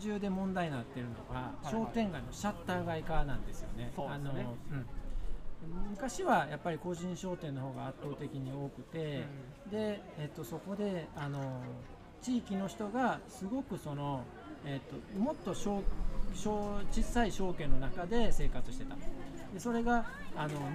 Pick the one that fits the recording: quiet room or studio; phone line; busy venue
busy venue